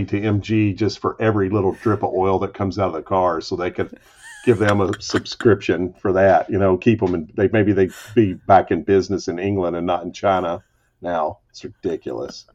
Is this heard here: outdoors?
no